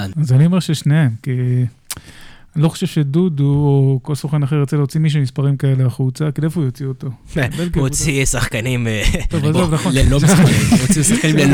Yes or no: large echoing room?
no